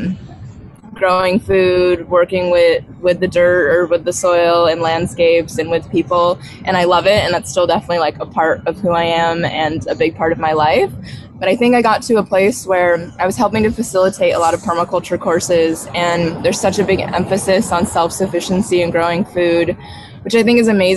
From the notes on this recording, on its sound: A cafe in Costa Rica, where everything sold is grown in the local area… right on the beach… Please excuse the background noise in this episode. Recording from the cafe in it’s beautiful surroundings.